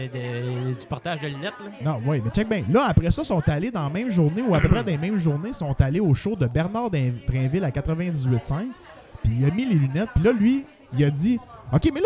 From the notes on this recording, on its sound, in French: Cette semaine on tente l'impossible : enregistrer un podcast pendant un party. On a un micro ouvert pour les membres du party qui veulent nous jaser!